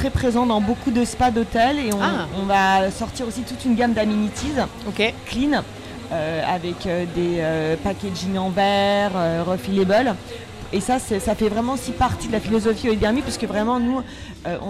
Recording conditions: busy venue